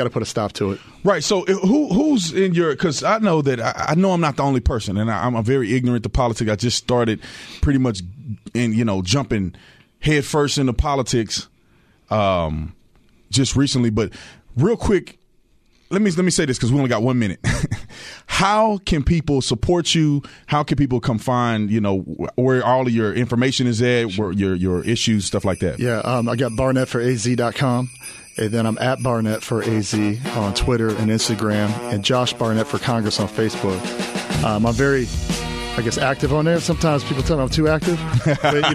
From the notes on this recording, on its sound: Joins us in-studio to discuss his campaign and being a Republican candidate in 2020. Calls from the audience.